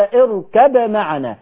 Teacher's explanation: هو فيه في طريق لحفص اظهر الباء عند الميم